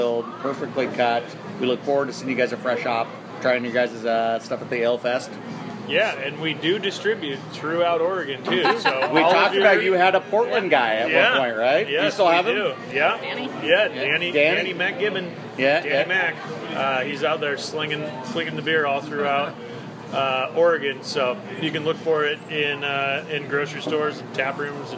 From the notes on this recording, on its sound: This interview was recorded from their patio at the pub a day before the Fresh Hop Ale Festival